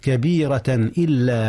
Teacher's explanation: التنوين في كبيرة أظهر قبل الهمزة · Term: الإظهار